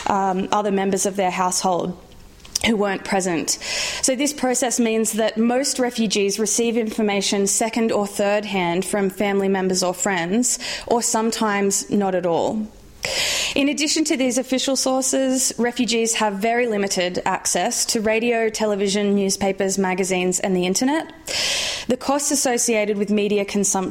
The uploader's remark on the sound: Recorded on 24 March 2014 at St Anne's College, University of Oxford.